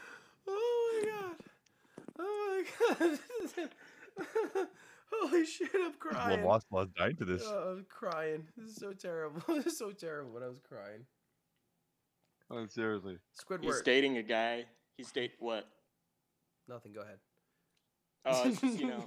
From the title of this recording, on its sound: 4 guys one mic